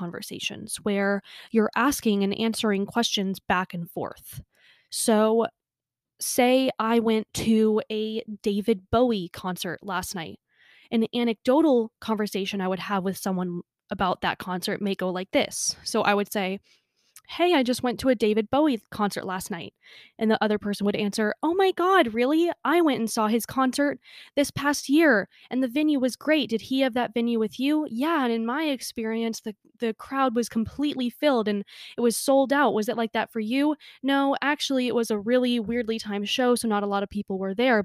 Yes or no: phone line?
no